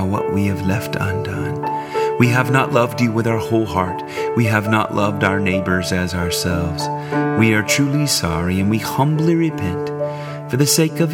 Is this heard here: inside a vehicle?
no